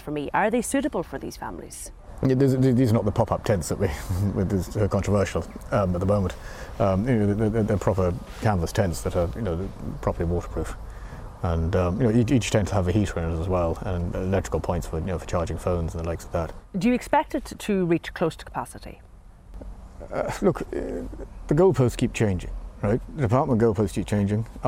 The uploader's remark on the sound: reports live from Stradbally